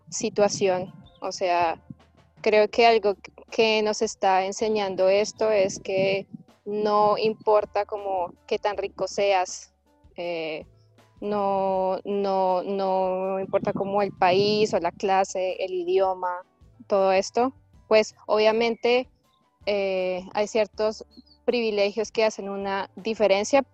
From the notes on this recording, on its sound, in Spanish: Ciudad de México y Los Alpes Franceses y los conectamos vía Skype.